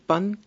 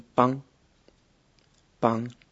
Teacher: Otro fenómeno interesante en cuanto a los cambios vocálicos se da en las tierras bajas, por ejemplo en el Caribe, y es que las vocales se ven influidas por el sonido nasal N y se nasalizan fuertemente · Shown in: second take · De manera que en vez de decir pan, muchos dicen pan, pan.